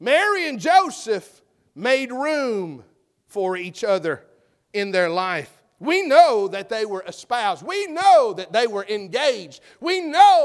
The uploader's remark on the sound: full message preached at McGhee's Mill BC Semora, NC.